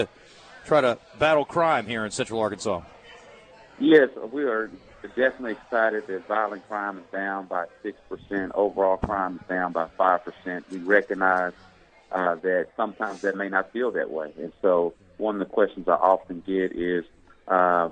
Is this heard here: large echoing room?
no